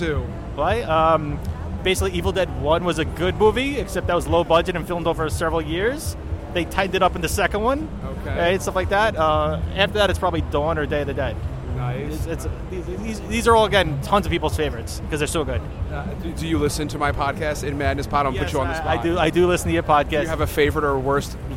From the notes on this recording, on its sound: Recorded live at NY Comic Con. There are interviews and special guests right from the show floor.